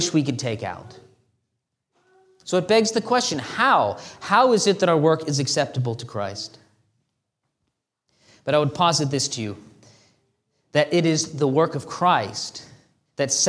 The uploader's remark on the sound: This sermon was delivered on April 9, 2023 at Antioch Presbyterian Church. A mission work of Calvary Presbytery of the Presbyterian Church in America located in Woodruff, South Carolina.